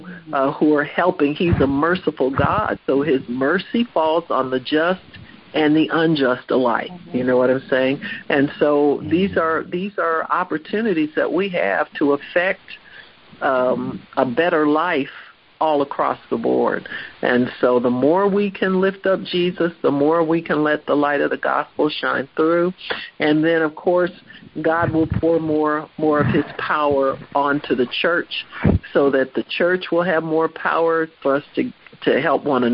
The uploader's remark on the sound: HEALING TEACHING CONFERENCE CALL.